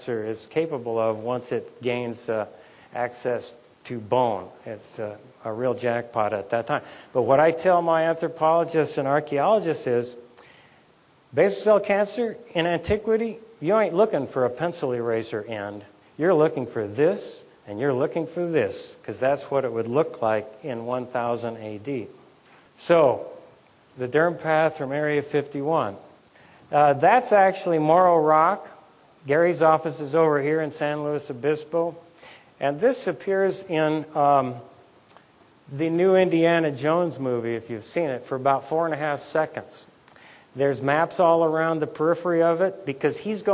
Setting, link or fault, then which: setting, live audience